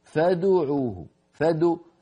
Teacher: انظروا الخطأ، فادعوه فادو، فنضم الشفتين باكرا قبل مجيء العين عند الدال